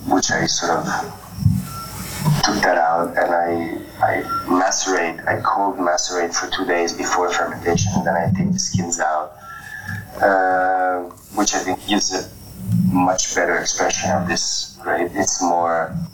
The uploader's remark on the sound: recorded on Clubhouse and replayed here on the Italian Wine Podcast